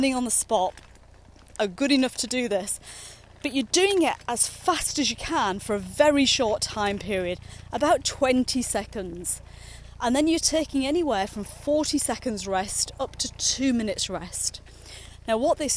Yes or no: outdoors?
yes